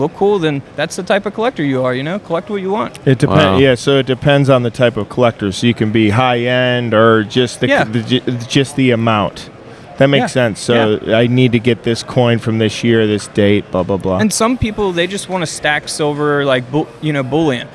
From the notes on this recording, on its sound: We’re also on a field trip to the Long Beach Coin Expo where we auctioned off some amazing Stranger Things coin collectibles live on the Whatnot App.